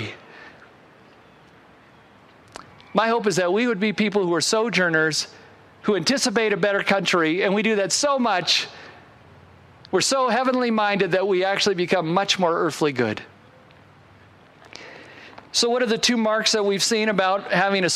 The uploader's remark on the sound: Originally recorded outside on Sunday, August 22, 2021.